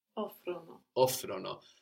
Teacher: we won't have the accent on the ono